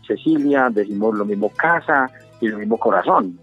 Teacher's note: no hacemos una diferenciación entre la S, la Z y la C, sino que la pronunciamos igual